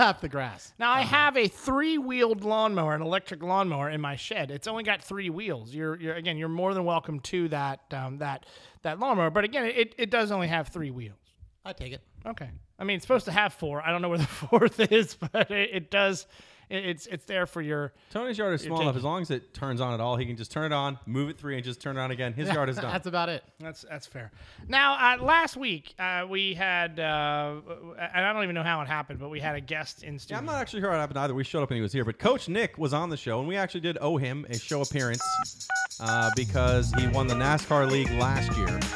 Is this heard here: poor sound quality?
no